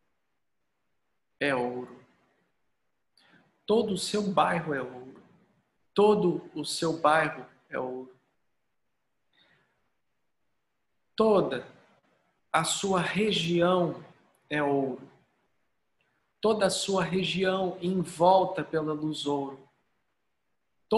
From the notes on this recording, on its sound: Online via Zoom